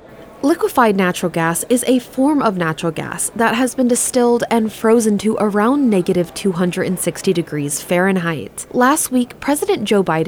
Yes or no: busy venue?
yes